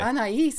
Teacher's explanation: You don't kind of merge the two pronunciations of the A and the I. You separate the vowel pronunciation.